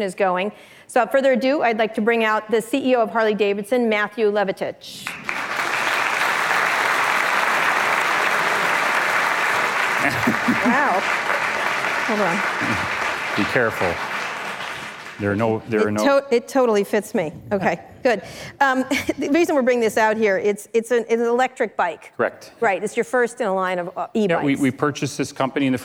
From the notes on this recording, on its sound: live onstage at the 2019 Code Conference